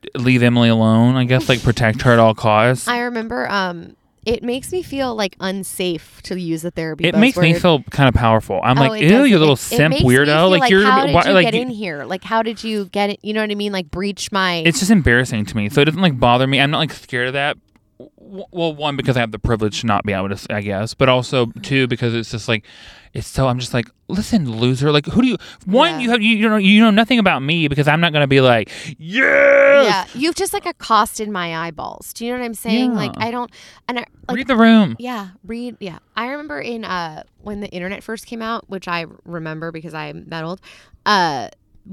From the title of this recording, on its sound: It's Nice To Sit In Your Car and Record A Podcast Where Everything Goes Wrong